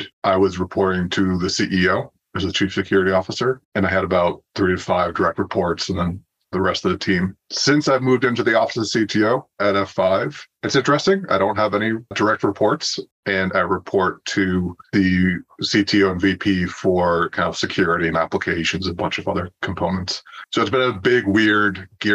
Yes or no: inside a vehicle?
no